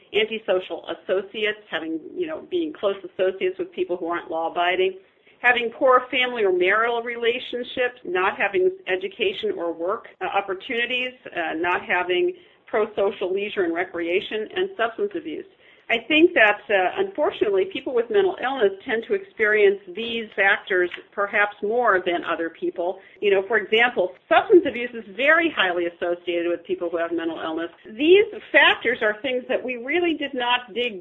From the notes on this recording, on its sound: Today I have on the phone two experts